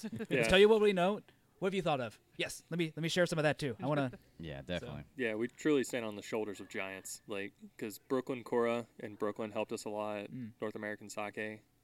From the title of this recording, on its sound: Interview at The Void Sake Company